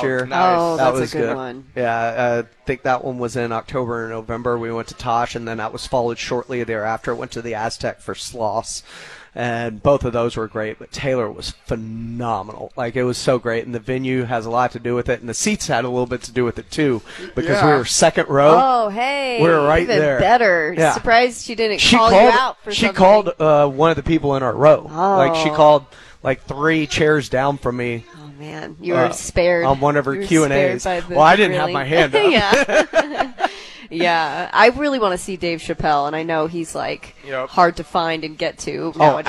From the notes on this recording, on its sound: live from the House of Cards